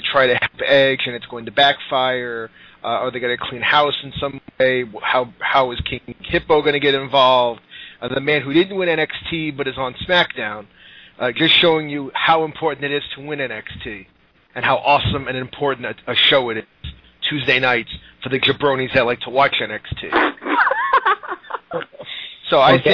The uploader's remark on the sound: You will notice that the audio for this episode fluctuated a lot from really good to garbled madness. While BTR does allow us to broadcast live we are at the mercy of subpar audio quality.